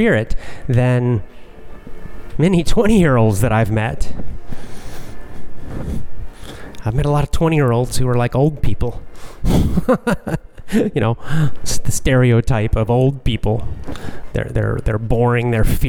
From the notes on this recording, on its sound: Casual chat while walking.